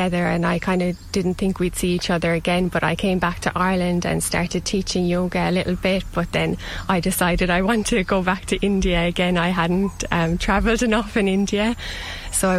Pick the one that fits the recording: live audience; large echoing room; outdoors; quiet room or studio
outdoors